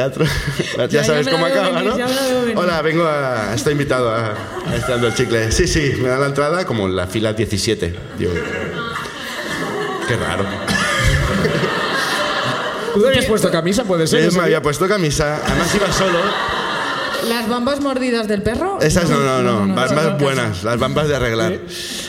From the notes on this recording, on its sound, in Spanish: El público de Barcelona comparte sus ruinas